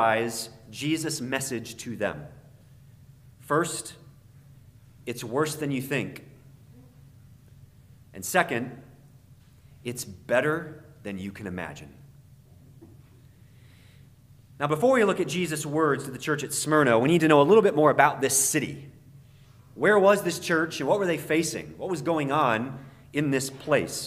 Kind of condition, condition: setting, large echoing room